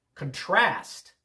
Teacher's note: Contrast with the accent on the second syllable, that's the verb.